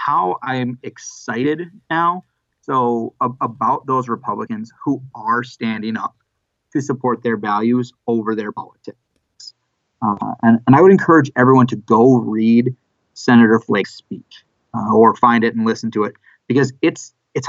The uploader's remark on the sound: It was a great episode, but the last part failed to record.